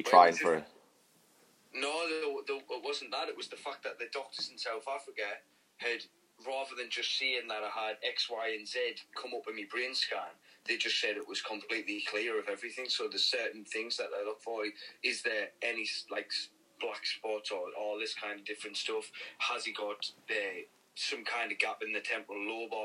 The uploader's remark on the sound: over the phone